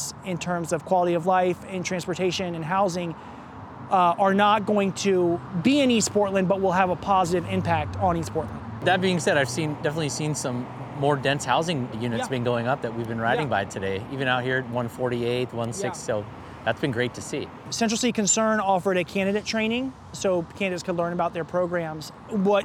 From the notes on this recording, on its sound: He invited me on a 12-mile bike ride around his district. This episode was recorded almost entirely as we pedaled on a loop from NE 102nd and Glisan to SE Powell and 162nd, then back north to Glendoveer Golf Course.